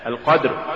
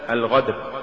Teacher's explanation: لولا شدة القاف ومخرجها لصارت غينا